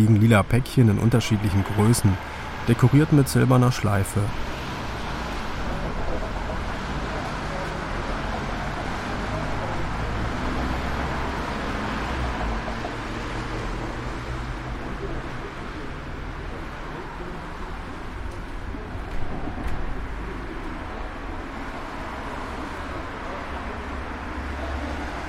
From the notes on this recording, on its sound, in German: Advent sitze ich in der Stadtbahn und befinde mich in Gedanken. Mein Aufnahmegerät in der schwarzen Tasche liegt neben mir auf dem Sitz. Ich steige aus der gelben Bahn.